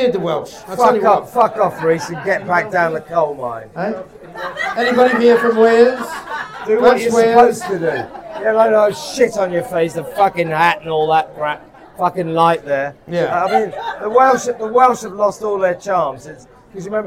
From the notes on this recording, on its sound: LIVE FROM THE HORSESHOE PUB